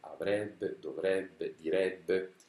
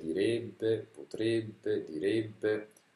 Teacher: i condizionali in ebbe sempre, hanno sempre la e aperta · Shown in: first take